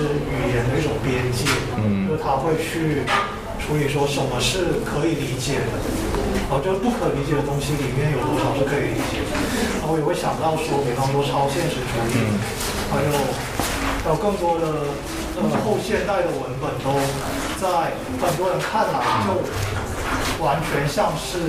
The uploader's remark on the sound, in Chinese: 本期为展览「无限的猴子」开幕聊天的现场录音